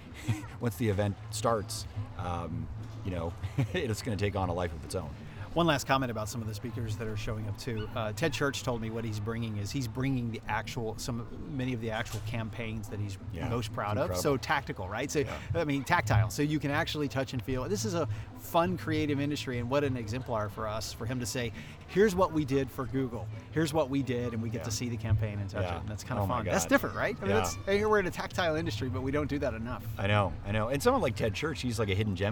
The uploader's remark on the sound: The skucamp experience live from The Ace.